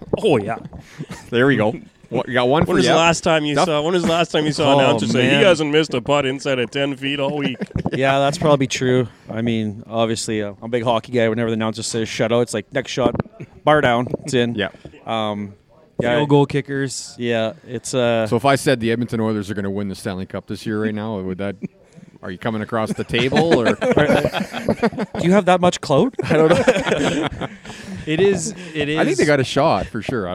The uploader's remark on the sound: we are live from the First Tee Indoor Golf Centre in Regina